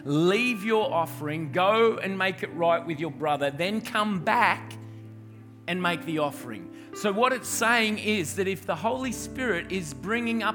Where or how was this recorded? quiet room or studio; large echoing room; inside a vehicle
large echoing room